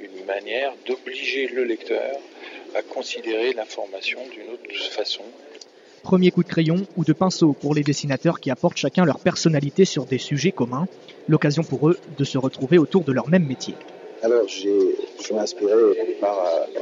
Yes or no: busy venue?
yes